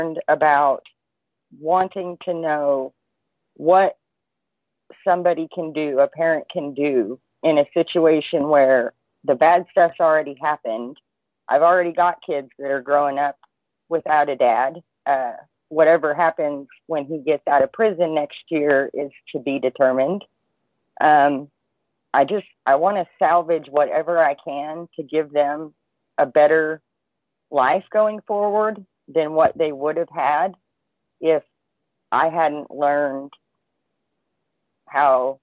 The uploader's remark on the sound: Freedomain Call